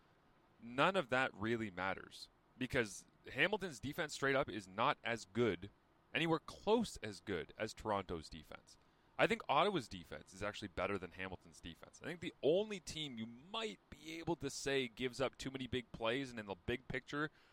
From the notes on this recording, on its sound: 5am Car Thoughts! Live from the CFP mobile studios.